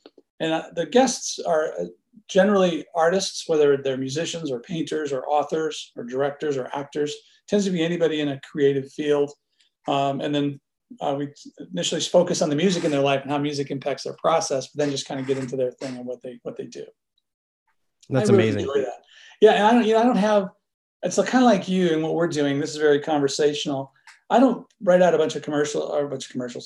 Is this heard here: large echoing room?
no